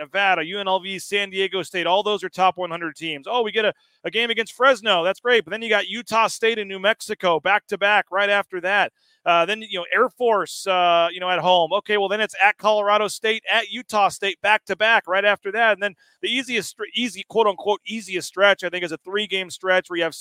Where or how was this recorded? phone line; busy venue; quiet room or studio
busy venue